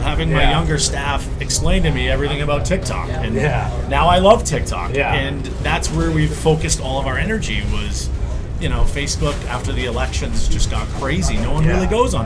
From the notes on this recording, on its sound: Boston Boat Cruise. The audio of this episode is not the best as we recorded outside on the water with wind and planes flying over head. I did my best to clean it up.